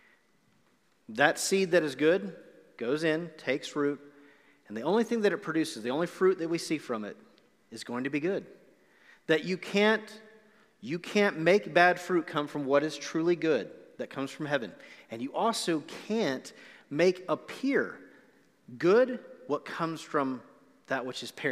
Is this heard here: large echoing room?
yes